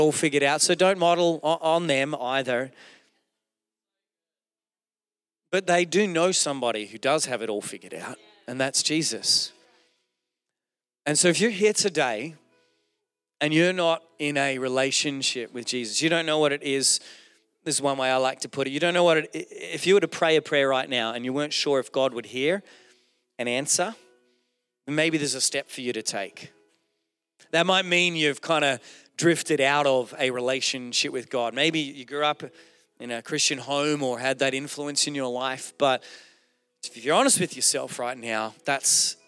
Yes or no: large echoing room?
yes